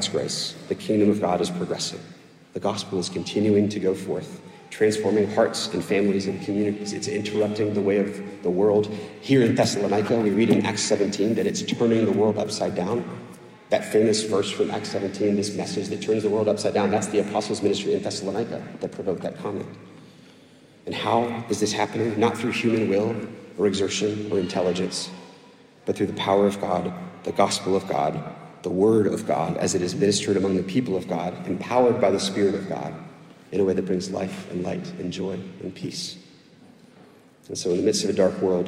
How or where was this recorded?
large echoing room